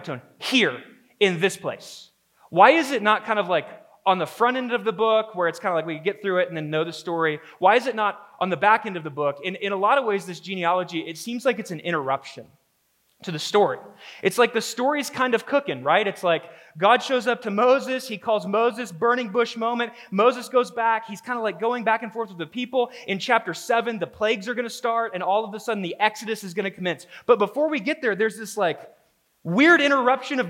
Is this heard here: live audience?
yes